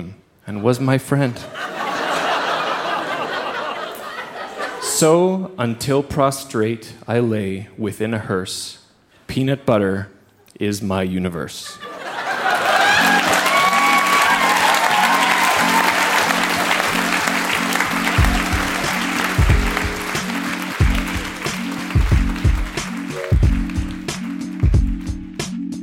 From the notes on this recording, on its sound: (Saskatoon). Recorded live at the Cosmo Seniors Center as part of Winterruption 2017.